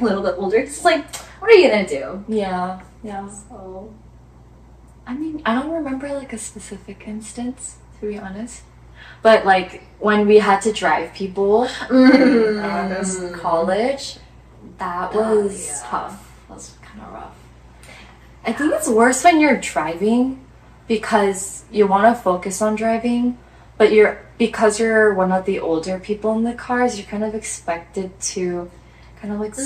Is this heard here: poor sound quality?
yes